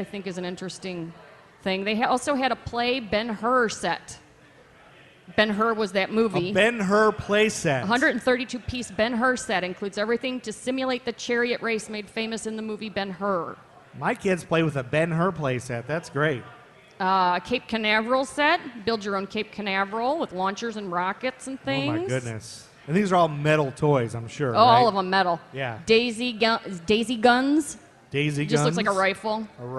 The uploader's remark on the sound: LIVE SHOW! Recorded at Coco and the Director as part of Charlotte Shout on the Queen City Podcast Network Stage.